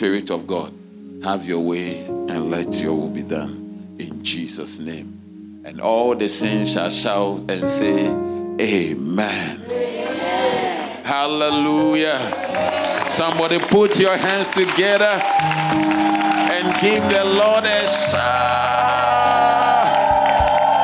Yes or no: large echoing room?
yes